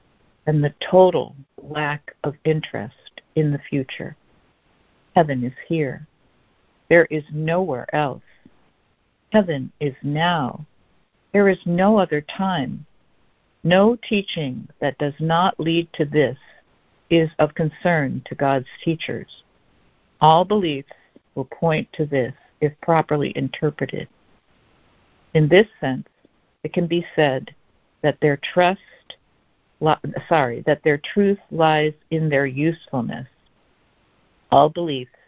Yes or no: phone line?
yes